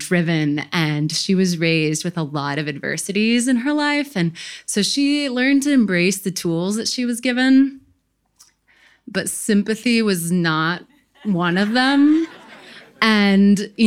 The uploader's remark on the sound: The second part of the Worth Repeating live storytelling event.